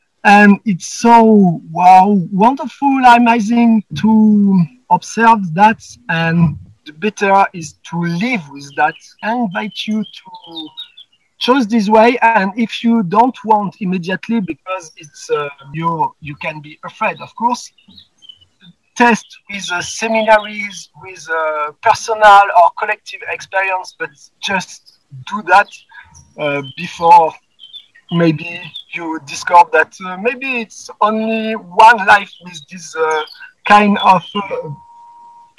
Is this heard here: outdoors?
yes